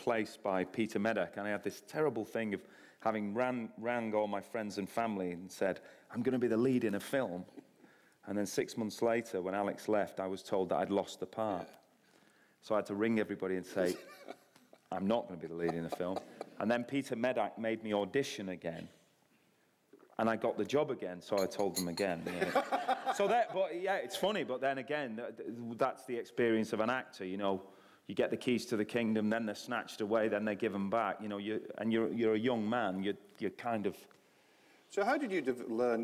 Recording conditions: live audience